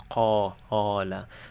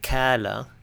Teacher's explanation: when I say qala, the a in the middle is heavy